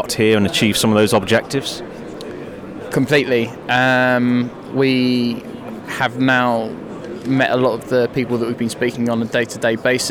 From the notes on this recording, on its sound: FPS Expo 2017 Podcast. Listen to exhibitors and organisers live from Exhibition Centre Liverpool.